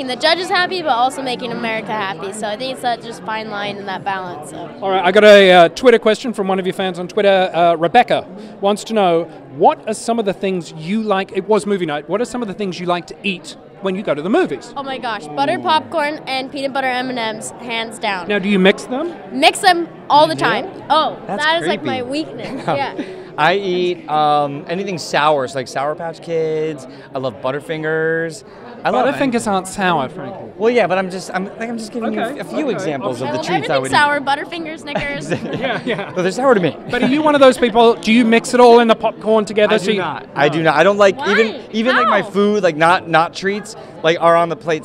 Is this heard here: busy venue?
yes